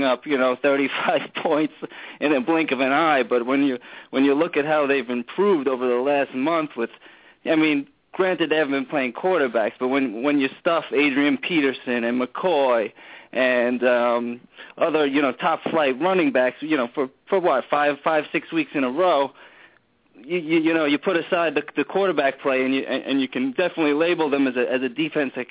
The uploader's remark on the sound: called